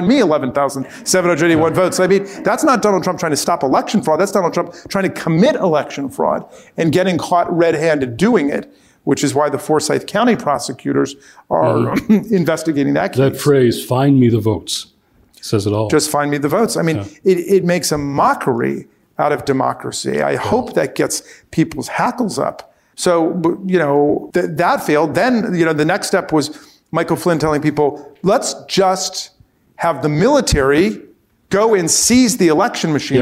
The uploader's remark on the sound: Recorded before a live audience at Georgetown’s Center on Faith and Justice.